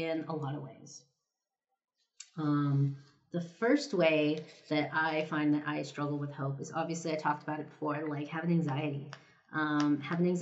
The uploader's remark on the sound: This episode was recorded right before I left on holiday, so you can hear me stamping and gluing all of your holiday cards in the background. My Yeti microphone just bit the dust, so the audio might sound a little different from previous episodes. Kindly, bear with me until I can afford a new mic set up.